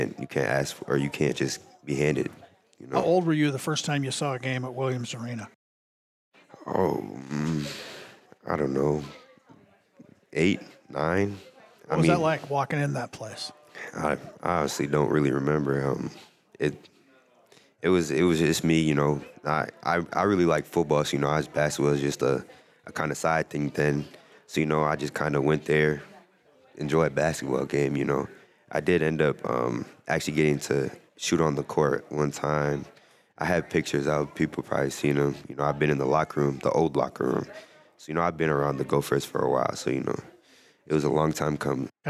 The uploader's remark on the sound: Live at TCO